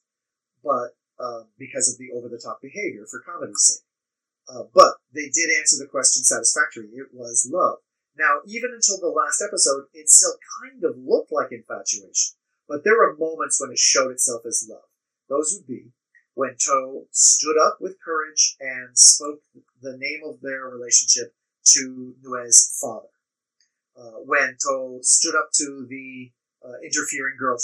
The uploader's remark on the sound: We apologize for the audio issues. This will be the last episode we record using CleanFeed.